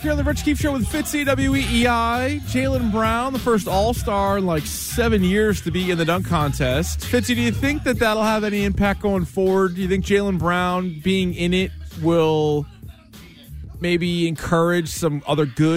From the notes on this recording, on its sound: Listeners call in to give us their ideas